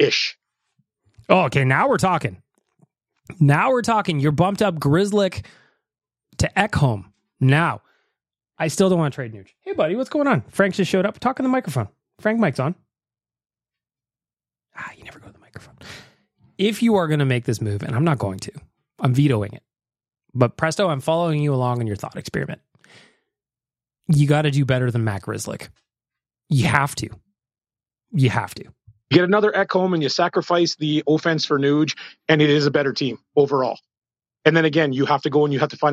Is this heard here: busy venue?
no